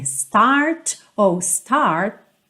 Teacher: esses T's finais não tem a necessidade de aparecer muito